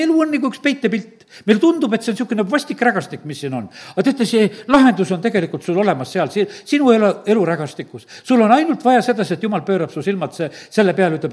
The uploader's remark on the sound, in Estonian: Audio salvestus koosolekult